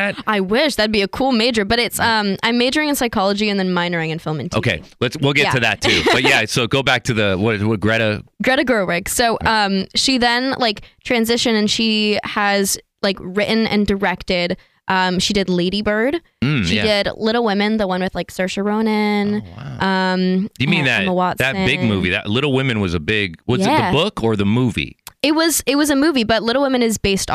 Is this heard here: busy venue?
no